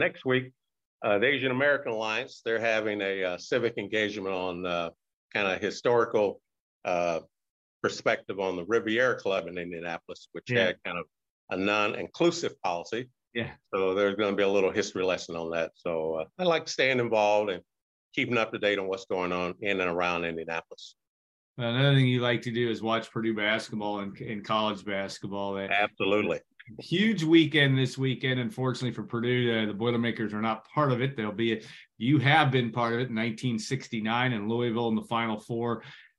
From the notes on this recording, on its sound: Birthday Zoom.